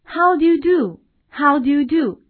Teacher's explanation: 那么在这里 do, you, do 都是发的长音呜